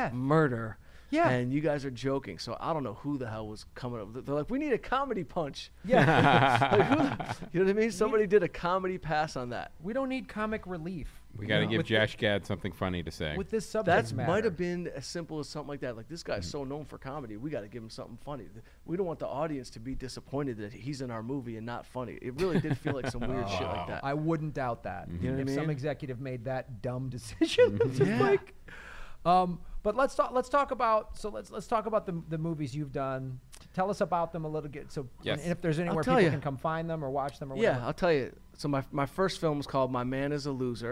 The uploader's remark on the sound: ATC Fest Live From Phoenix